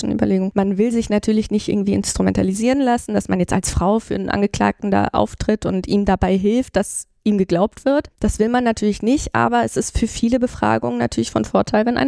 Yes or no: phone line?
no